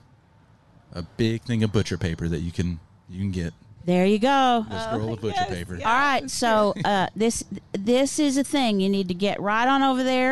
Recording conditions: outdoors